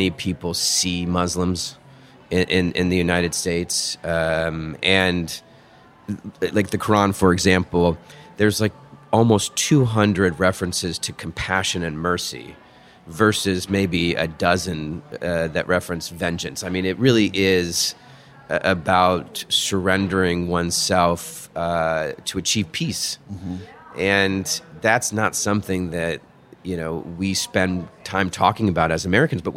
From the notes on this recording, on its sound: recorded at one of our Capitol Hill favorites, Santa Rosa Taqueria